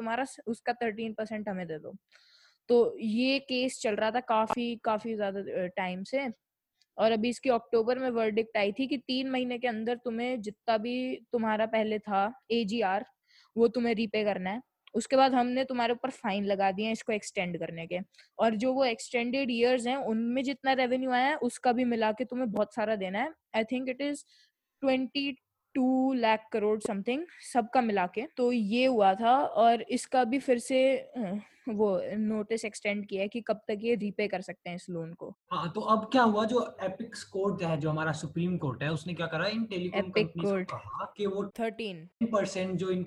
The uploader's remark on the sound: Microphone: Fifine T669. Laptop: Apple MacBook Air 2017. Recorded on: Zoom. Edited in: iMovie, Anchor, Audacity, Levelator.